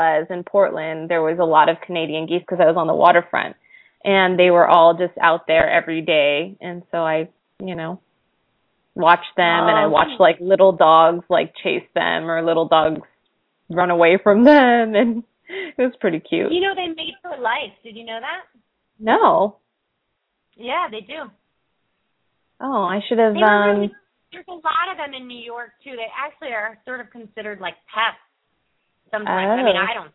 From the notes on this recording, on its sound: open up the lines for listeners to call